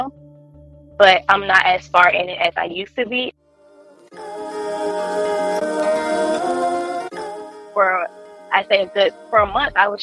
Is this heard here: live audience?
no